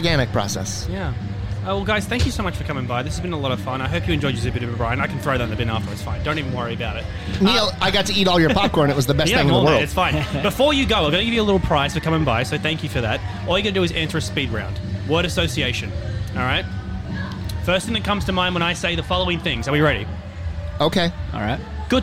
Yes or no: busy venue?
yes